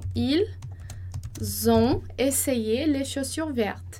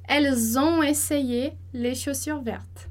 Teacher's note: E aqui a gente também vai fazer a liaison entre o ils ont essayé, tá?